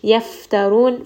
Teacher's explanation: Fa has hams. Give it a little bit of air. Ra in this case is going to be heavy because it has dhamma.